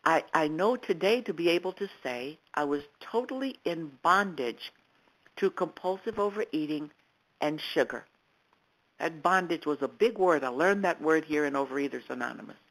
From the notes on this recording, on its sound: 100 Pounders Phone Meeting.